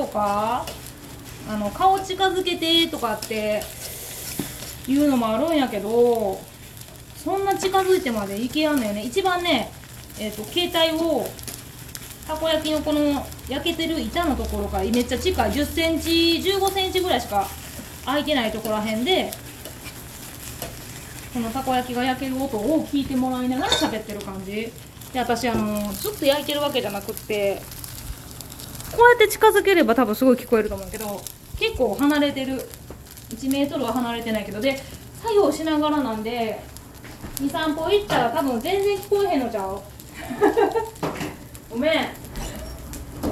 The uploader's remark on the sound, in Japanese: From Radiotalk。一緒にたこ焼きが焼ける音も楽しんでね。